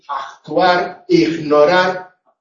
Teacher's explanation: Neutralización de K y G